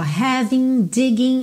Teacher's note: a gente não pronuncia o G final das terminações ING